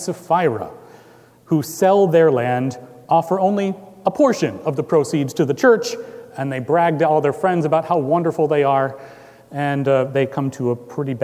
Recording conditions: live audience